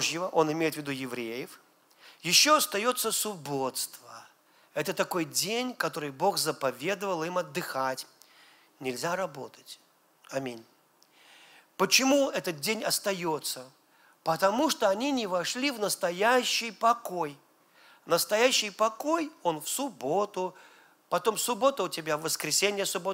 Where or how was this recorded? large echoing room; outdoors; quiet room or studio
large echoing room